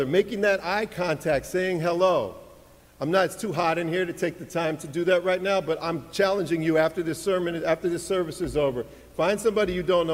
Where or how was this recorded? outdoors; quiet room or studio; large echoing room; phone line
large echoing room